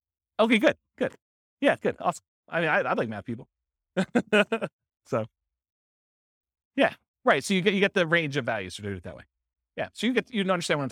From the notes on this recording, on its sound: This was a live class recorded